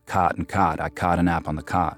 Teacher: half of Americans rhyme the words C-O-T and the words C-A-U-G-H-T